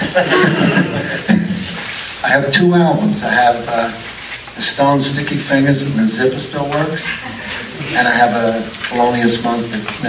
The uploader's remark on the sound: An Alamo Drafthouse Q. From a Blue Sunshine Screening and vinyl soundtrack record release party.